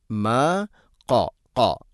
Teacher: ഖാഫ് തൊണ്ടയുടെ മുകൾ ഭാഗം കഴിഞ്ഞ് ചെറുനാക്കാണ് മഖ്റജ്.